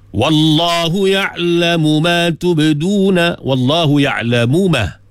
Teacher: Mim bertemu mim. Tapi kita tak baca dengan idgham, walaupun disebut idgham kabir. Di sini, tapi baca dengan izhar. Walaupun mim dengan mim, huruf yang sama, sama sifat, sama makhraj.